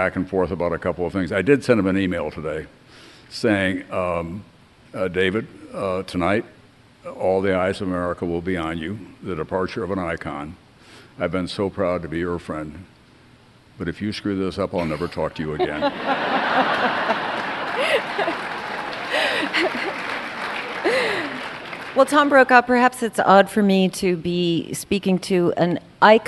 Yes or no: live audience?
yes